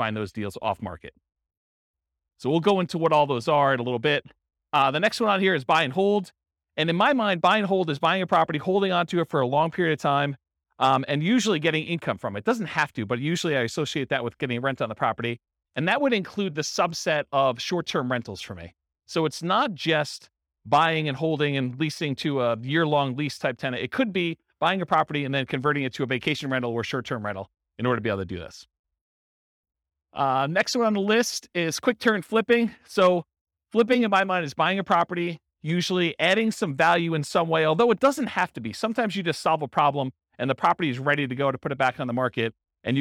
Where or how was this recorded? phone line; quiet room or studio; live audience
live audience